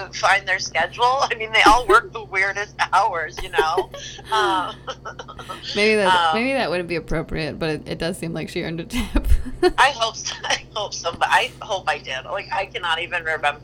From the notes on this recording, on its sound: This week I talked on the phone